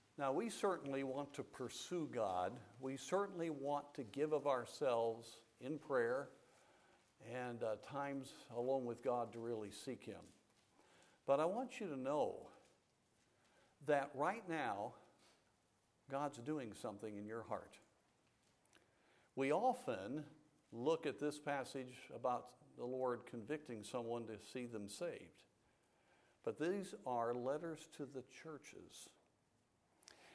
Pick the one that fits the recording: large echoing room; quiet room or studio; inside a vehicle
large echoing room